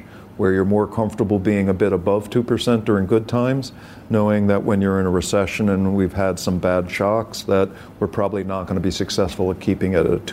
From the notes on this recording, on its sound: is live at the New York Stock Exchange